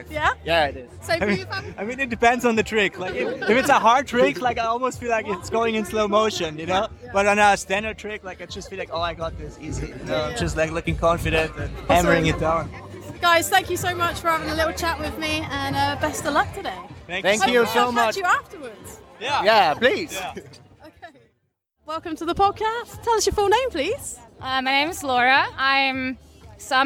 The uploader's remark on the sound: It was my first time recording at a live event so the sound quality isn't the best. Recording at the first ever Snowfest in Innsbruck. Straight from the prestigious urban snowboard competition, Rock a Rail 2022.